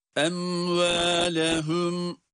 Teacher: Em ve bakınız em dedik mimin kendisini okuduk sonra hiç araya boşluk açıklık getirmeden hemen vav harfine geçiyoruz · Term: izhar